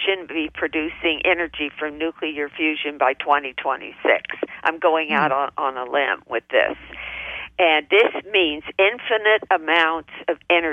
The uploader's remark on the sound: OUR Show this week is a live call-in